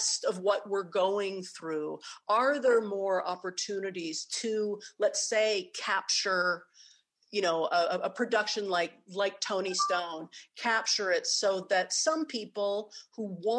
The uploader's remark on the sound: In response to the Coronavirus COVID-19 outbreak, this program took place and was recorded live via video conference, for an online audience only, and was live-streamed by The Commonwealth Club of California from San Francisco.